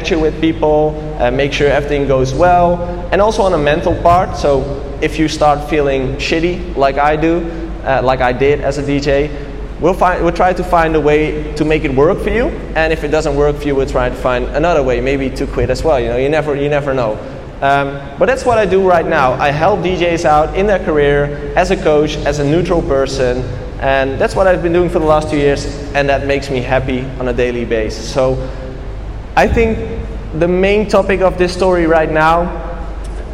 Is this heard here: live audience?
yes